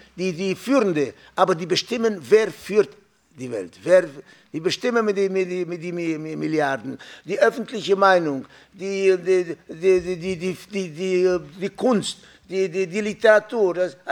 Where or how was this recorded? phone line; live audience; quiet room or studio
live audience